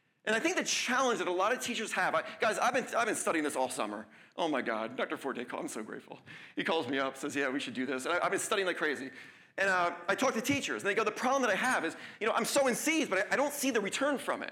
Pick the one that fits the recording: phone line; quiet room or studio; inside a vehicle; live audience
live audience